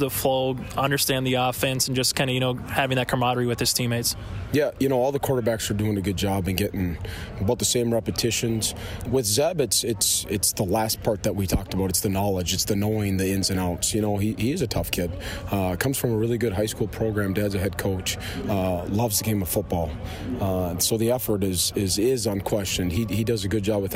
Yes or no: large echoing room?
no